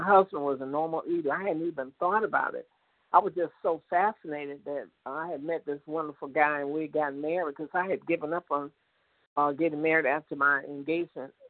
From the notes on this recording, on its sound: 100 Pounders Phone Meeting